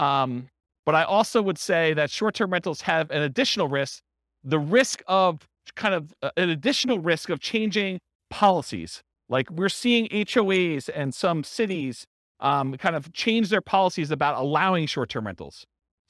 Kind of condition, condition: setting, live audience